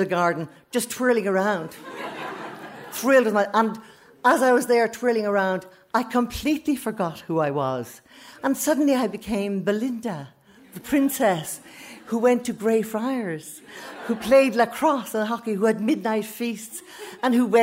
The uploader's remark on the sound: stories recorded onstage at The Dublin Story Slam